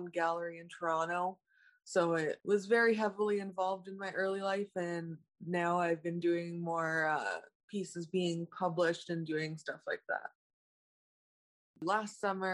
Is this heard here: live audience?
no